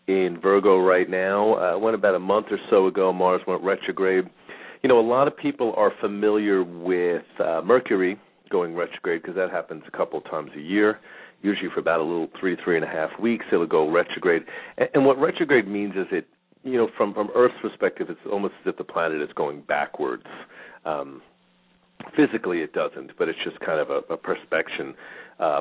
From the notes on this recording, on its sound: Callers may call in 15-20 minutes into the live show with questions or comments and 5 minute mini navigational consultations.. We will open up the phone lines early today for questions.